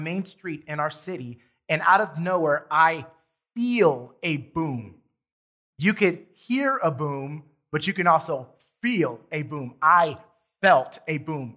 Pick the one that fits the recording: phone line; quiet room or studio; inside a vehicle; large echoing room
large echoing room